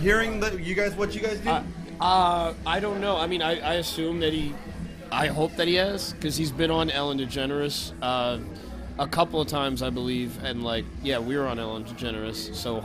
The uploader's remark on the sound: Recorded at The Sunset Tavern in Seattle Washington April 2019